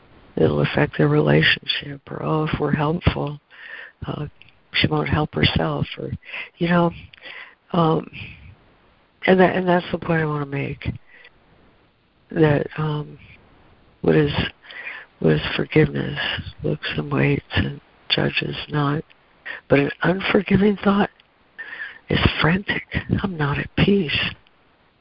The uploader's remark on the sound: ACIM Daily Conference Call.